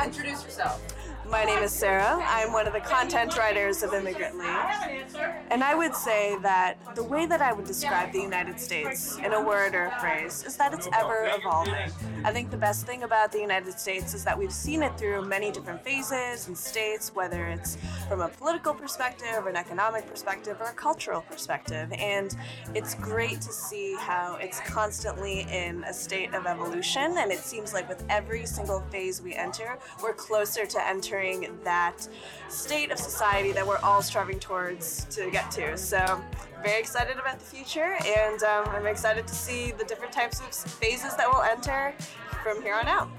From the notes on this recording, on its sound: The audio is raw, and there is some background noise